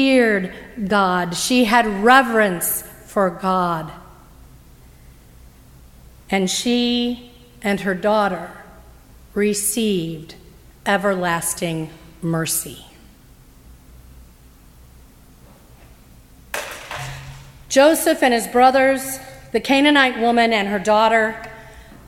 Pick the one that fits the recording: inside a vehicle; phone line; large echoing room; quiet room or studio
large echoing room